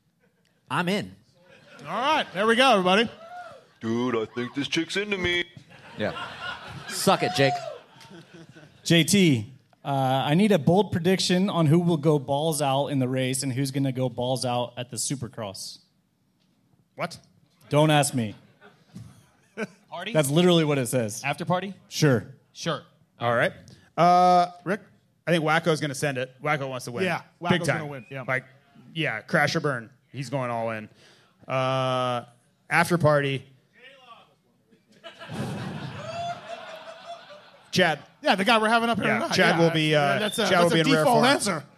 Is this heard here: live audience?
yes